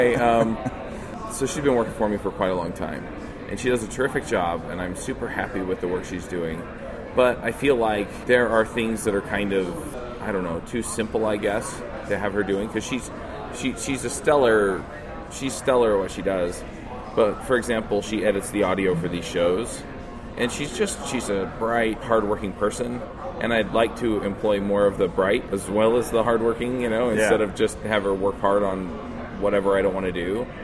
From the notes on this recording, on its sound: Live from MicroConf. At MicroConf 2016.